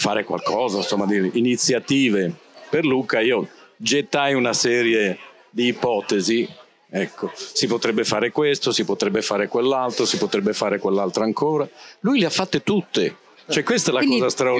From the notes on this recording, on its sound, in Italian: Registrata durante Lucca Comics 2023